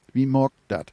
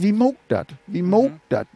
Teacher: das ist noch nicht mal ein richtiges O, sondern das ist sogar so ein Diphthong, der geht von O nach U. · Shown in: second take